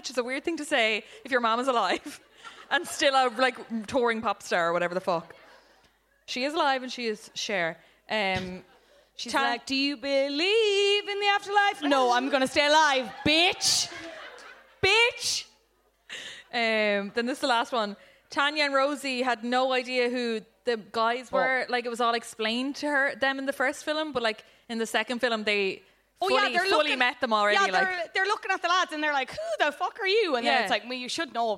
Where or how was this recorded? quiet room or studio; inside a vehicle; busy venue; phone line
busy venue